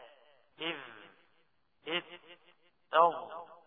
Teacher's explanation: من طرف اللسان مع اطراف الثنايا العليا